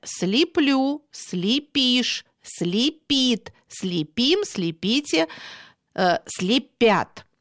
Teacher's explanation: И нужно иметь в виду, что ударение в этом случае ставится исключительно на окончание.